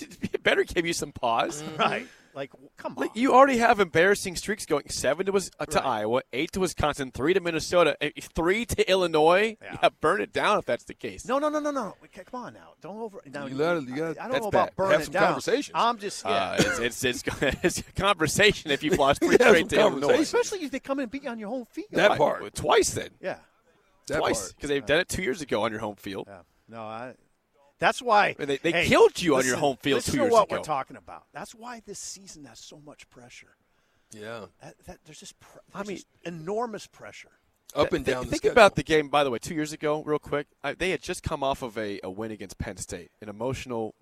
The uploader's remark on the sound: Big Ten Media Day live from Indianapolis. 93.7 The Ticket's coverage of 2022 B1G Media Days at Lucas Oil Stadium in Indianapolis.